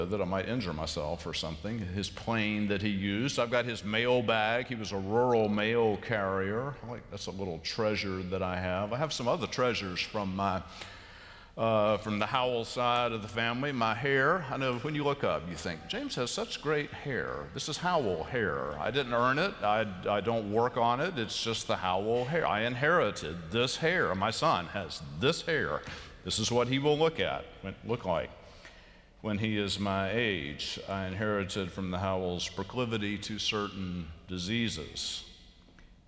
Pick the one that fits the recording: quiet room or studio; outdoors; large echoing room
large echoing room